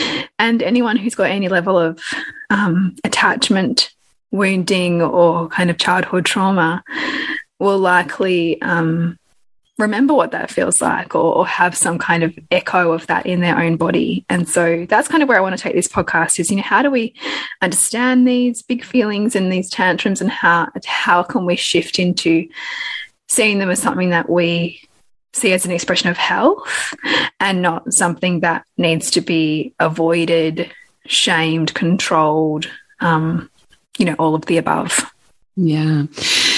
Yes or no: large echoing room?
no